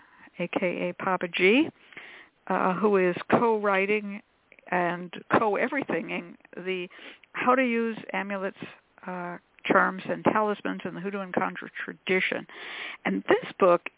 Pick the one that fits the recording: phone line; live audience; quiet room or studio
phone line